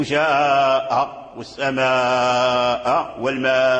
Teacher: نافع يشبع المد لبعد الهمزة، لأن حرف المد ضعيف والهمزة بعيدة المخرج